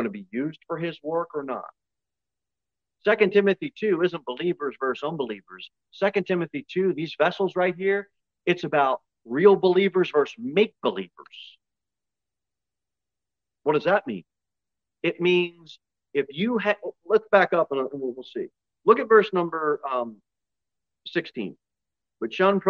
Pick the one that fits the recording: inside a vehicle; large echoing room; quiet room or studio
large echoing room